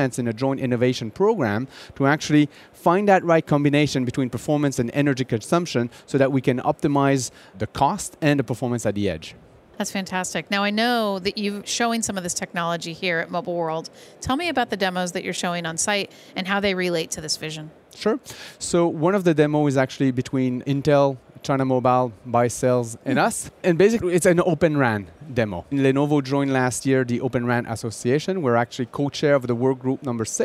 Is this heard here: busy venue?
yes